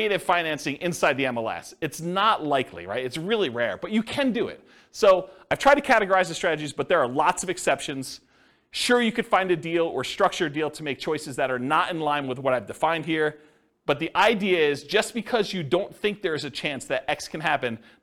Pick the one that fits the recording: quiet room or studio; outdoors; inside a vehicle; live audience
live audience